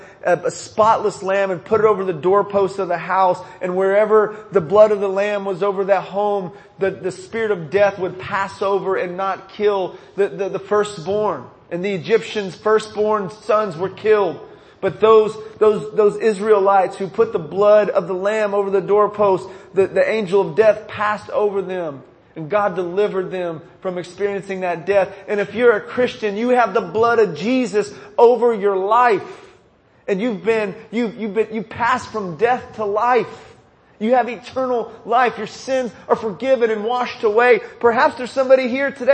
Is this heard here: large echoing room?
yes